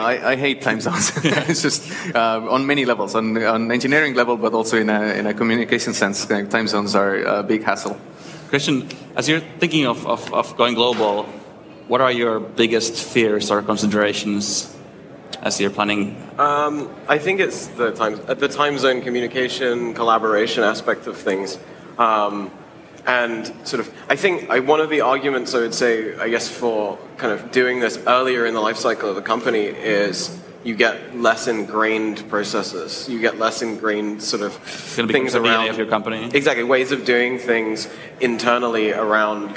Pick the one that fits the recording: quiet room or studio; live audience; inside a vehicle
live audience